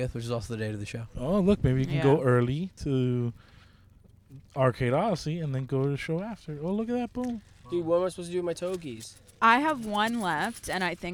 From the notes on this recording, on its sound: We are in the car. Recorded at Thank You Miami.